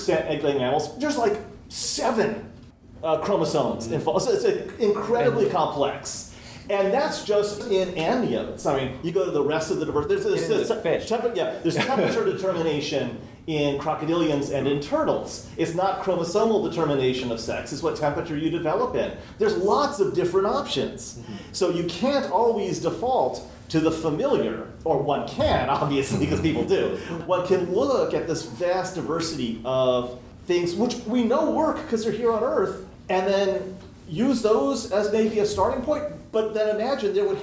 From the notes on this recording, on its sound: Recorded at Balticon 51.